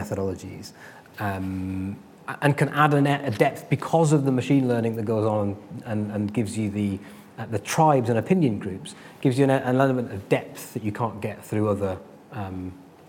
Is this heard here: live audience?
yes